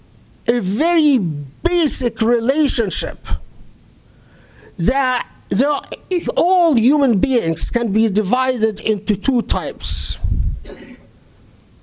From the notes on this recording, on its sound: Delivered at the Islamic Center of Southern California